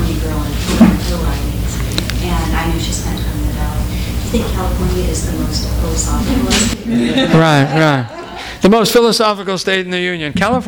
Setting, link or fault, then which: setting, live audience